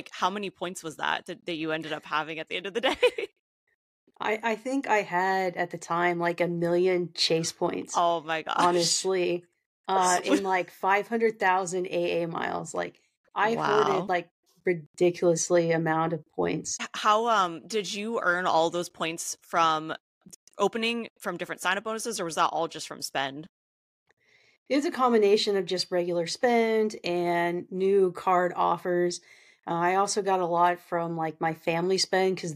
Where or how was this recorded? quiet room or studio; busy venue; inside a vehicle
quiet room or studio